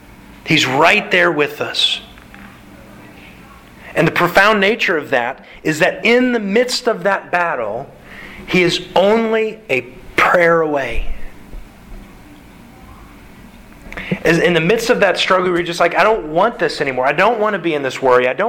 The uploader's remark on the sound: Sermon delivered to the Galena Bible Church